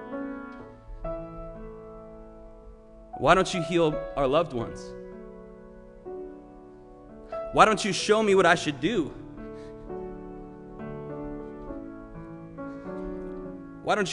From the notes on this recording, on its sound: Sermon preached at RCHP on June 20, 2021.